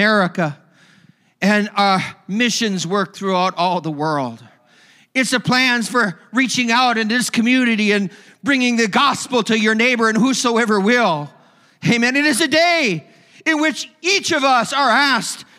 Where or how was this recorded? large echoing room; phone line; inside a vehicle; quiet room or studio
large echoing room